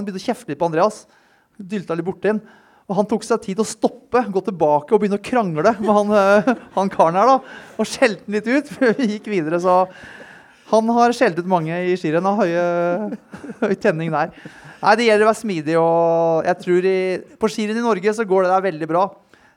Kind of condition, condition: setting, live audience